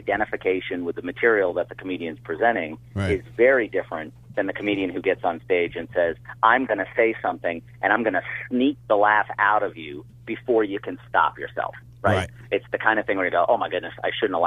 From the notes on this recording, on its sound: Then they take two phone calls.